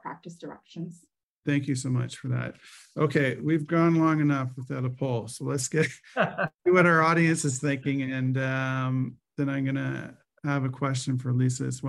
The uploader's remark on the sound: 5 hour virtual event, the panel of Ontario family lawyers hosted a live town hall for legal professionals and members of the public.